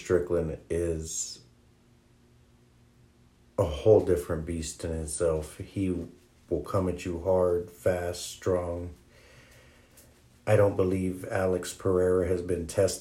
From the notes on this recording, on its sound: it’s my first one recorded off an iPhone bear with me!